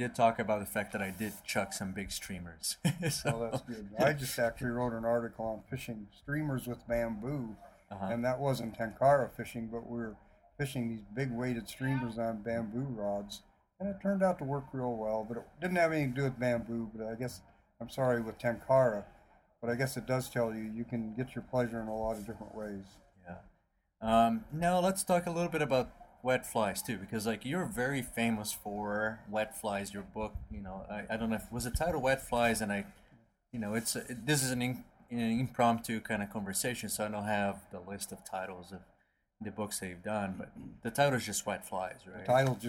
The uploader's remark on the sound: it was done in a noisy area